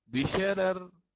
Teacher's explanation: فالترقيق يكون في الاثنين، الأولى تبعا للثانية والثانية على الأصل